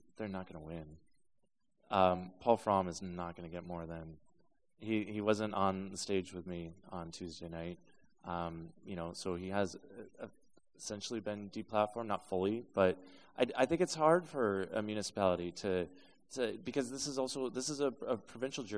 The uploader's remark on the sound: This special is the live recording at Reconnect Hamilton with real questions from young people.